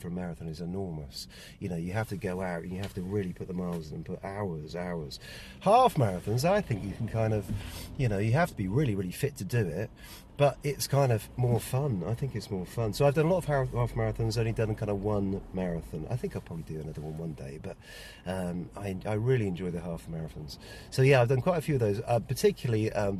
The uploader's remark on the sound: This podcast was recorded live on a rehearsal for the 5K running tours in February 2017.